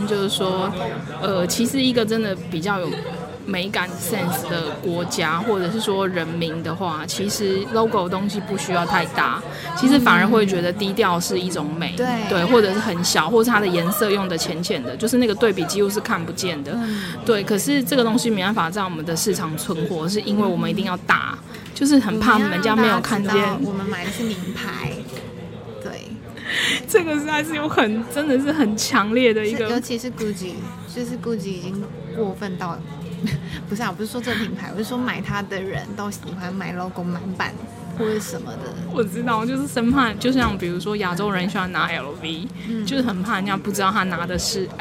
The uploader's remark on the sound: 如果有些人對於錄音的背景有點吵吵不太喜歡，在這裡先說聲抱歉；不過這就是我一開始就想要營造的氣氛喔~呵呵。 If some people don't like the noisy background of the recording, I apologize here; but this is the atmosphere I wanted to create from the beginning~ hehe.